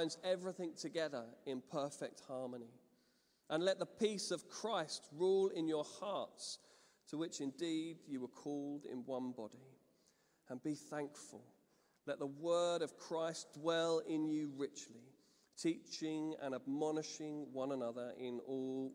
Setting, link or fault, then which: setting, large echoing room